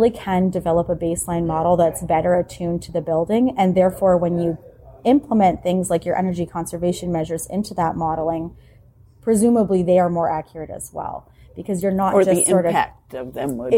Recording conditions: busy venue